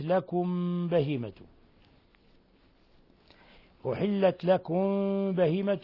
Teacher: ميم ساكنة جاء بعدها الباء، الحكم التجويدي إخفاء شفوي